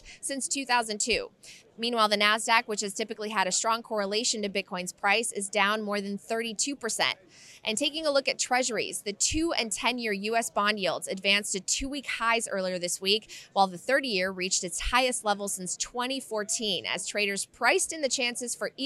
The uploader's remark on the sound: On location at Bitcoin Amsterdam!